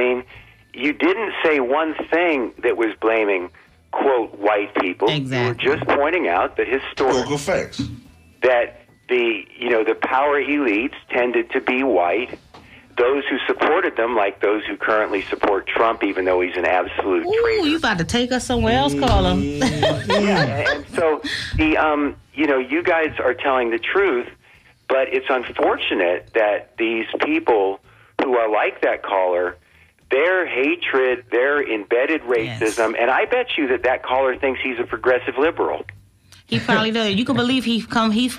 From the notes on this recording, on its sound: unique magazine format call-in show